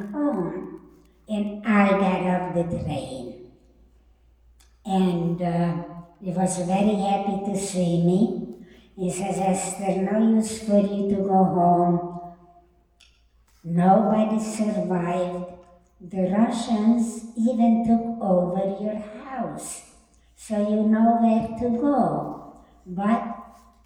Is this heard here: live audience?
yes